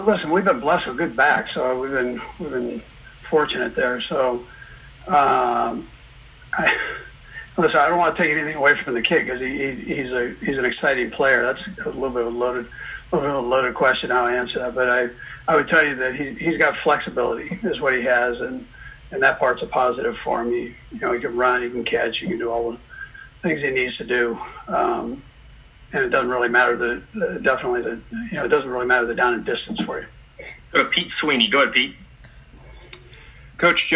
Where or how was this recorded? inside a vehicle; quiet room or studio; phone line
phone line